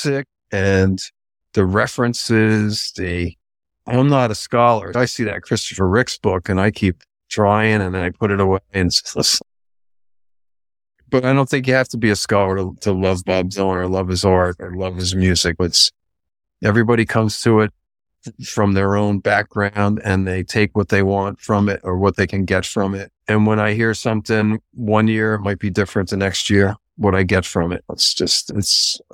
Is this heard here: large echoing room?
no